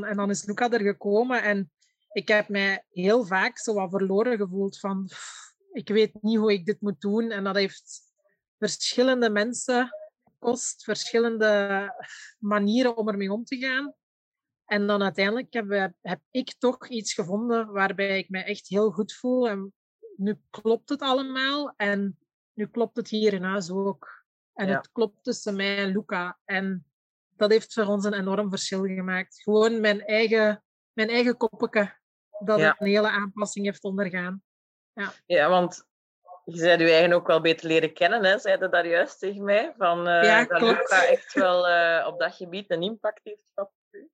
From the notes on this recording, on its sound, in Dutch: In deze aflevering (online opgenomen)